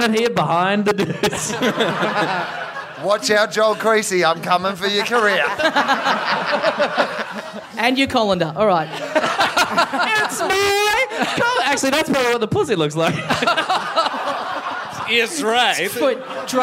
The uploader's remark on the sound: Another huge month of live shows from Melbourne!